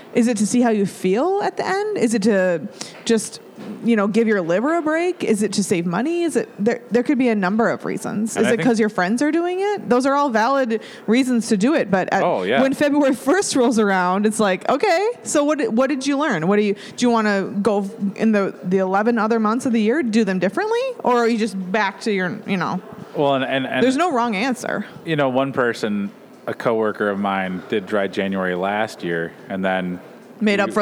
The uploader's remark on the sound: All this was recorded in the friendly confines of Town Hall Brewery in Minneapolis.